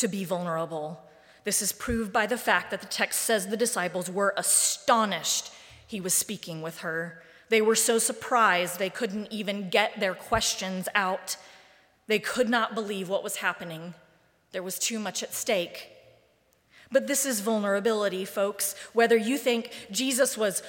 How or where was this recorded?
large echoing room